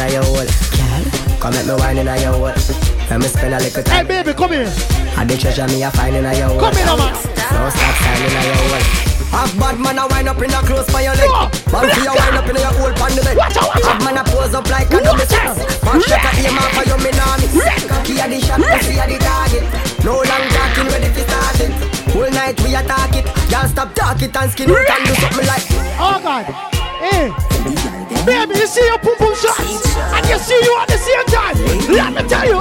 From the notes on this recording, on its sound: Live Audio Recording From RecklessLDN Free Party